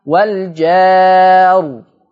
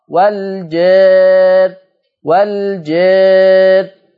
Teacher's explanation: خلي بالكم من الفنيات بتاعت الأداء ديت، لو فتحت الألف المادية هفخم الراء وقفة، ولو أنا قللت الألف المادية يبقى هرقق الراء وقفا · Shown in: second take